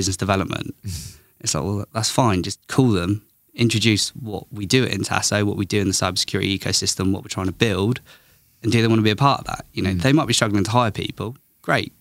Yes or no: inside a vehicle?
no